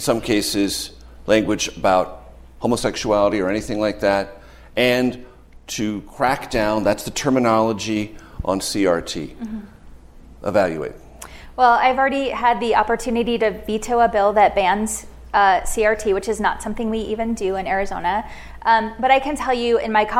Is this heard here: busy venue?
yes